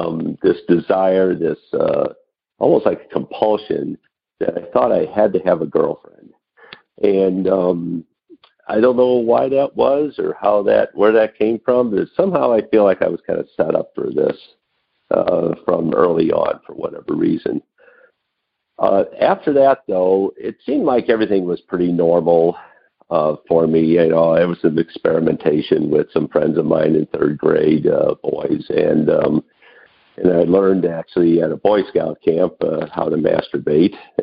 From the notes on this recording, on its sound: Noon Phone Speaker Meeting.